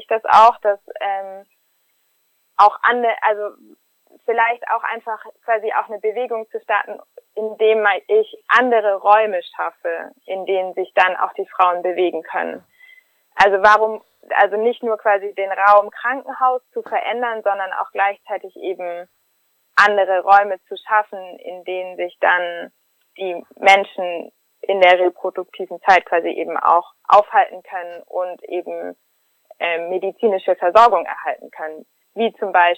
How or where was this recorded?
phone line